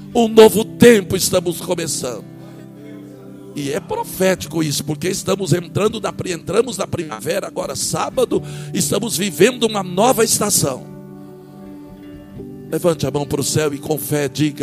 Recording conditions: large echoing room